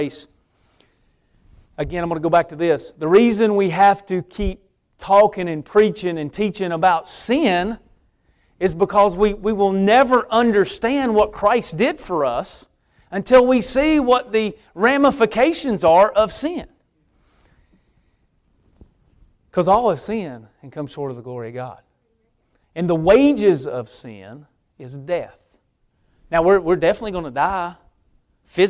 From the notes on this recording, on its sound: preaching at Victory Way Baptist Church